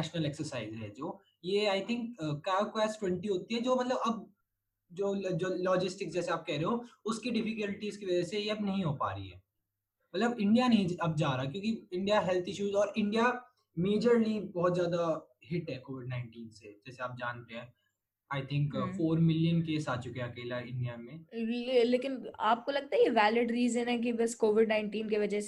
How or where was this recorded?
video call